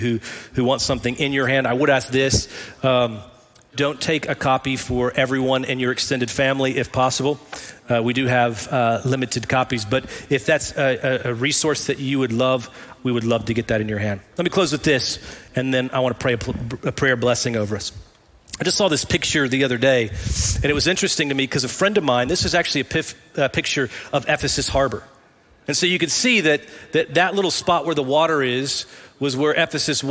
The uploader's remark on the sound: Recorded live at Brookwood Church.